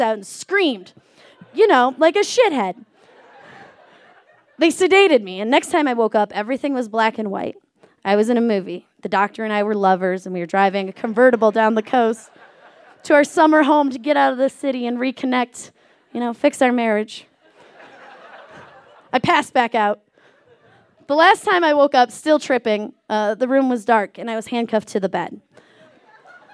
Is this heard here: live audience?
yes